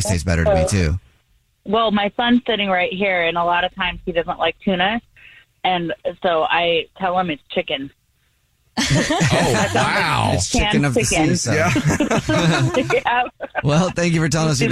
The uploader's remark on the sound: The woman on the phone